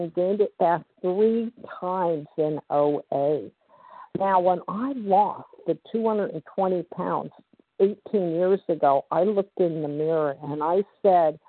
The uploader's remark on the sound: 100 Pounders Phone Meeting.